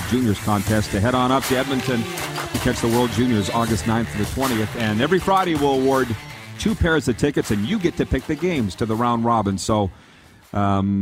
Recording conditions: busy venue